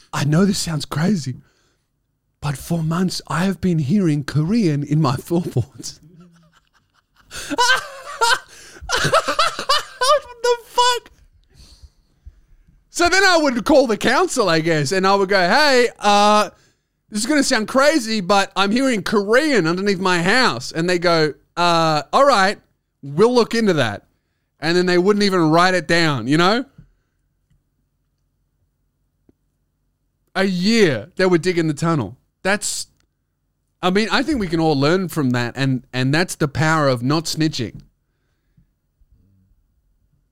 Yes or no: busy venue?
no